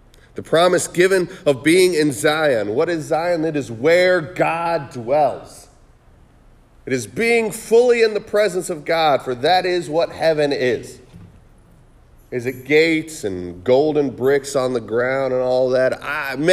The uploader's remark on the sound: Sermon preached on December 17, 2023 at The Salvation Army Kroc Center